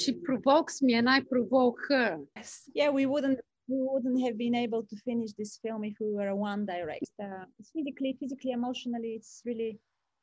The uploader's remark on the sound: There were some sound and connection issues over Zoom (they were calling from Paris, not me, as it may have sounded in the intro!).